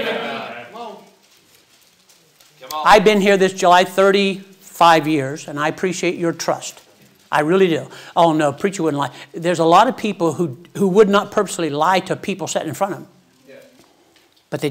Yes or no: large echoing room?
yes